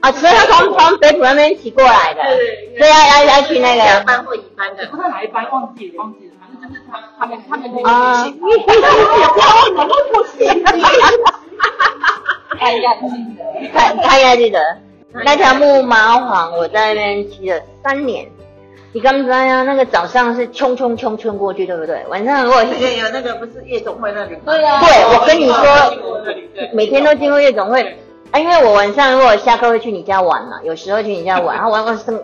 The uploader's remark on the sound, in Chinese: 第一次以多人聊天式的錄音 結果聲音不太理想 還是硬著頭皮上架。